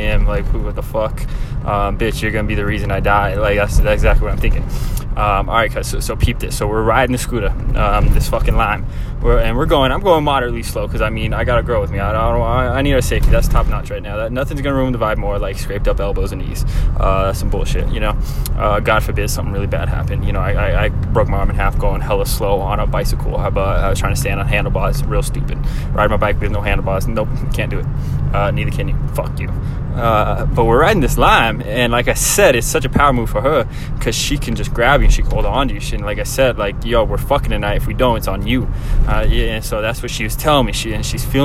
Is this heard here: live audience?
no